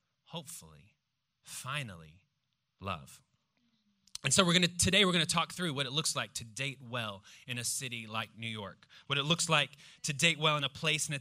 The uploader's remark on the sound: preached this message on September 10th at our Downtown Community.